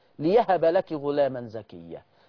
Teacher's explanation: قرئت لورش ليهب بياء مفتوحة · Term: الإبدال بياء مفتوحة